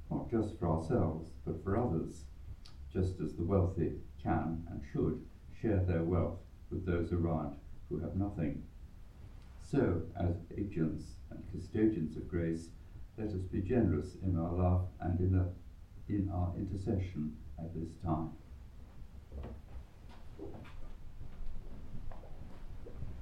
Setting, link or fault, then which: setting, live audience